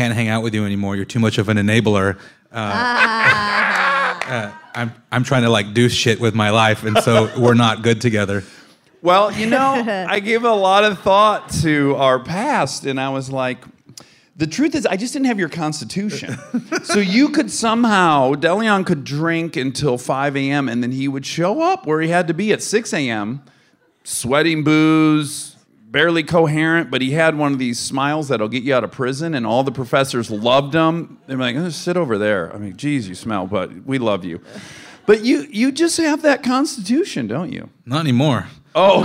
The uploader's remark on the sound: Armchair Expert Live from Los Angeles at UCLA.